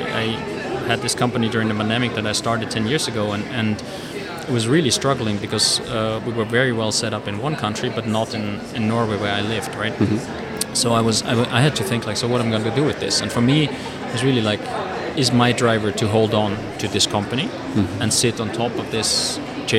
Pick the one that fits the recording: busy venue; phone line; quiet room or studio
busy venue